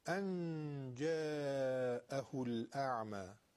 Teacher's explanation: ان جاء یعنی ما زبون به مخرج نون نمیزنیم و الا اظهار میشه، ان جاء میشه، ان جاء. در اخفاء نون رو به مخرجش نمیرسونیم، زبون به مخرج نون نمیخوره